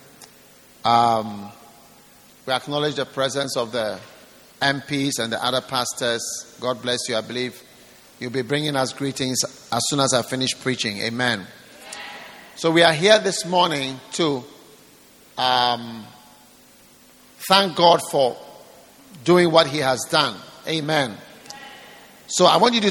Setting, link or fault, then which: setting, large echoing room